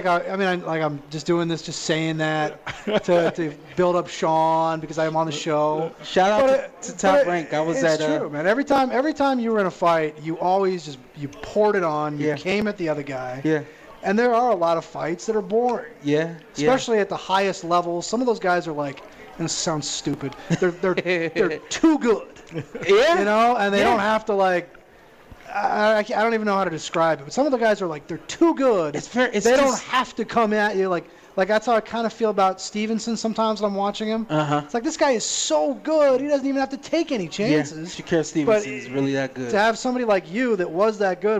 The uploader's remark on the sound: live from the Westgate Superbook